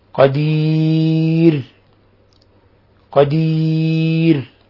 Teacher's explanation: قدير حالة الوقف عليها، لاحظوا ترقيق الراء، لأن الراء حينما تسكن ويسبقها ياء ساكنة فترقق